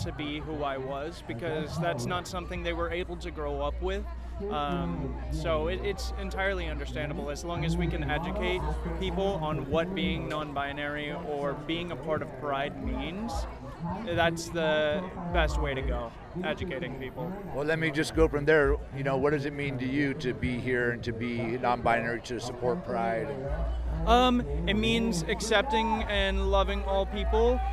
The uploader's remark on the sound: Pride In The Plaza is an annual event held in Concord California.The event is hosted by Rainbow Community Center of Contra Costa. Sounds from the annual event.